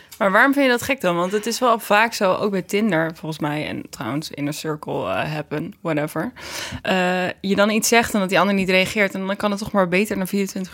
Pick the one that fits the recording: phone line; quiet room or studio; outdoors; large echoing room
quiet room or studio